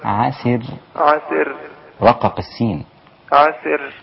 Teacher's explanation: رقق السين عسر لا بد أن تظهر فيها صفة الهمس